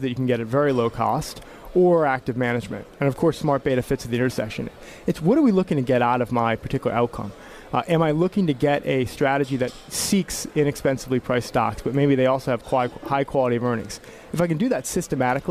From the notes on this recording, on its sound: Live from Pershing's INSITE 2017 conference at the Manchester Grand Hyatt in San Diego.